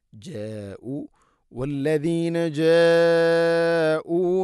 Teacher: വല്ലദീന ജ ഉ, ഇവിടെ മദ്ദിൻ്റെ അക്ഷരമായ അലിഫിന് ശേഷം ഹംസയാണ്. ഒരേ പദത്തിലാണുള്ളത് മദ്ദ് മുത്തസിൽ. നിർബന്ധമായിട്ടും ഇത് 4-5 ഹർക്കത്തിൻ്റെ ഖദറിൽ നീട്ടണം.